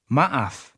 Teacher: Did you remember the catch between the two A's? That break is called a glottal stop.